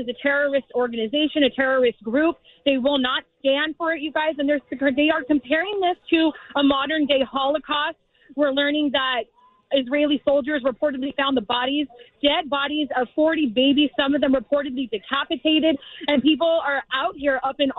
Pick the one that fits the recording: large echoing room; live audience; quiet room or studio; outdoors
outdoors